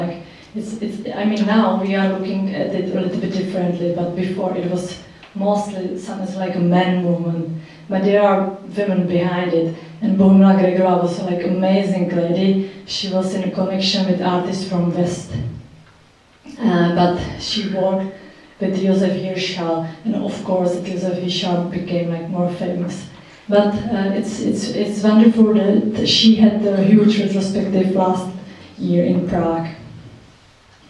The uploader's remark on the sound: Recorded at the Czech Embassy Cinema in London